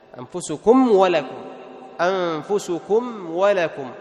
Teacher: فتطبق الشفتين إطباقا خفيفا ثم تأتي بحرف الواو من دون غنة زائدة، فهنا تظهر الميم